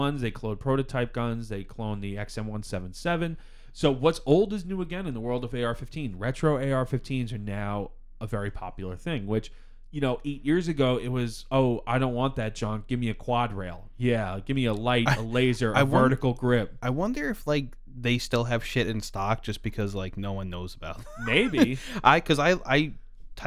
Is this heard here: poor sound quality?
no